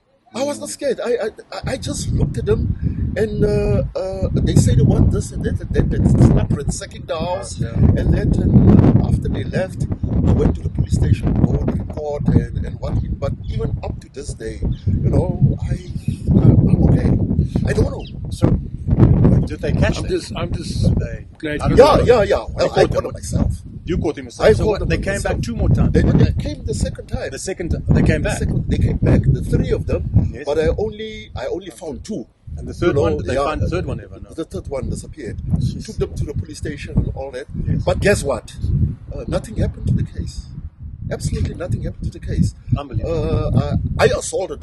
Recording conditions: wind noise